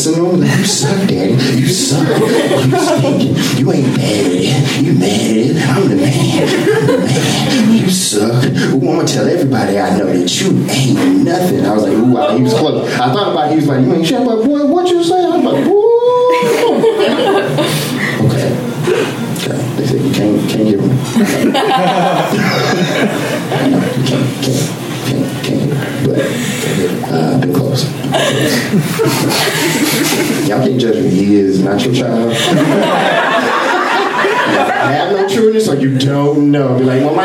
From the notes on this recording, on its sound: Live from Genuine Joe's